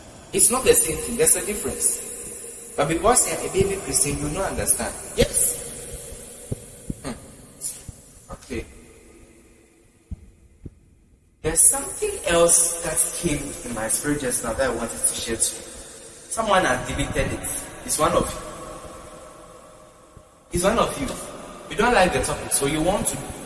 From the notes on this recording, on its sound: Preached at the GIHTIIY Conference 2023 at the Love Arena, Accra.